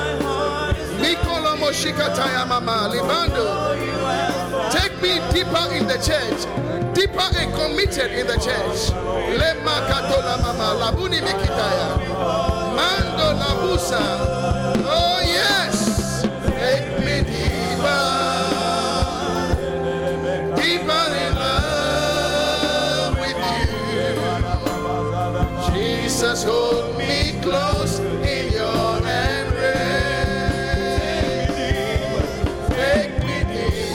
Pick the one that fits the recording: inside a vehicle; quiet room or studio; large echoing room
large echoing room